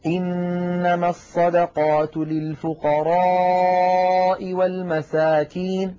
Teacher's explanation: فلم يمد الألف في كلمة للفقراء